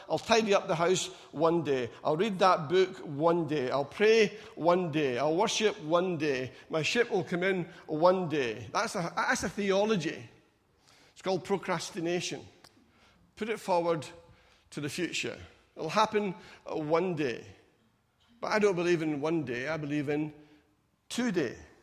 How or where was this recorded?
large echoing room